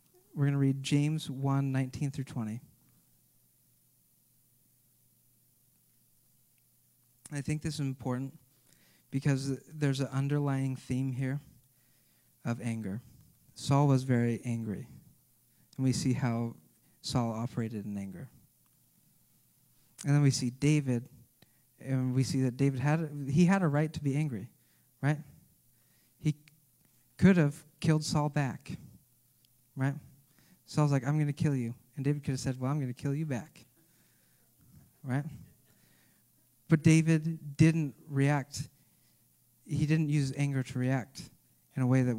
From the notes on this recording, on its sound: This message was recorded at a Sunday service on March 6, 2022